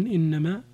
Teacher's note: ظلما إنما فيها النقل وفيها السكت